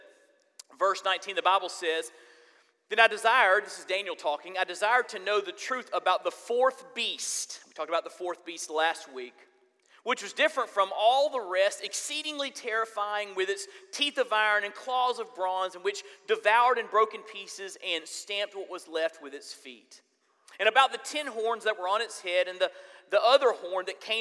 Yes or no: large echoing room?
yes